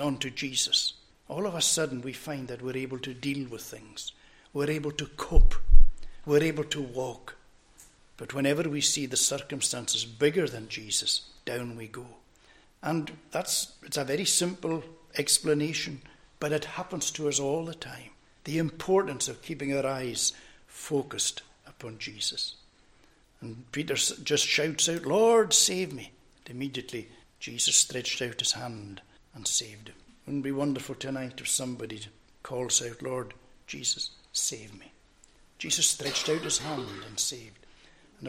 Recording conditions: large echoing room